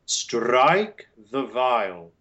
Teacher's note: making those schwas into ah for the sake of singing, it emphasizes the wrong syllable